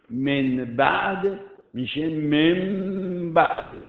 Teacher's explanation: یه میم میاد به جای نون و به من بعد میشه من بعد. · Term: اقلاب